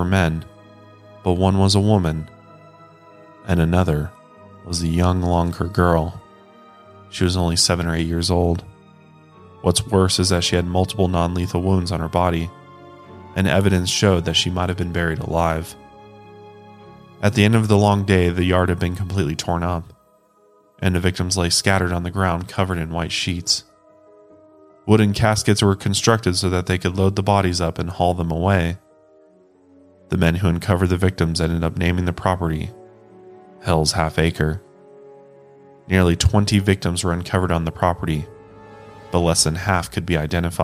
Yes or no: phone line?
no